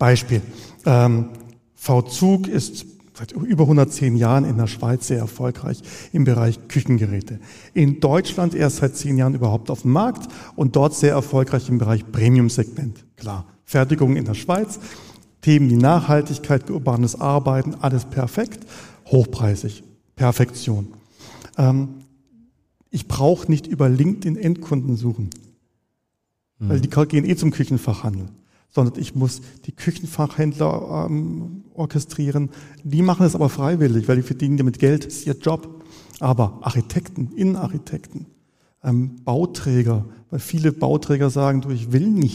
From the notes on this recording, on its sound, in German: Spezialfolge Live vom Online Marketing Day. Die Folge wurde mit live Publikum beim Online Marketing Day 2023 in der Soester Stadthalle aufgezeichnet.